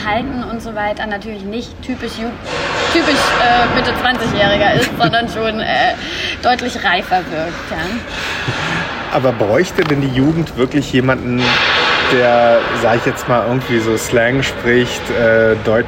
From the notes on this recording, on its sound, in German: Das Mikro hat NIX aufgezeichnet. Zum Glück lief noch das iPhone als Backup mit. Die Qualität ist also mäßig.